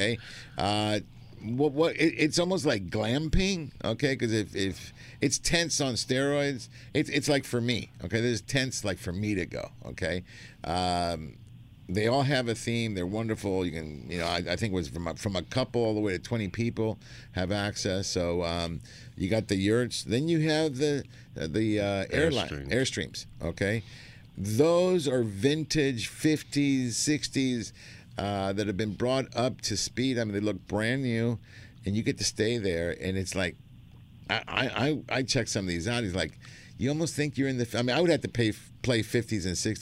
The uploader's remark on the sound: "LIVE" from Angel Stadium in Anaheim, CA.